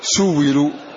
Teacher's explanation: يبدل الهمزة المكسورة إثر ضم يبدلها واوا